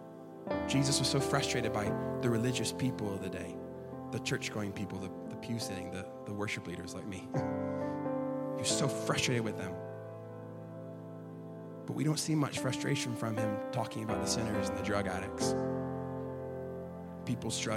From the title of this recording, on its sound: LIVE at Echo Church